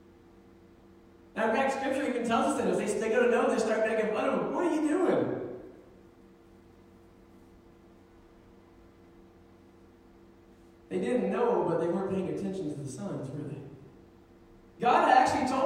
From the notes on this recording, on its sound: Sermon was preached December 1, 2019 at Meadville Church of the Nazarene